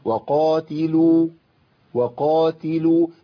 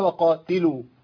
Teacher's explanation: لابد من بيان صفه الهمس في التاء · Shown in: first take